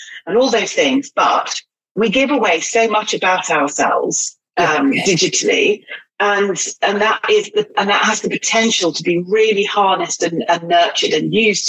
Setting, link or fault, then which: link, video call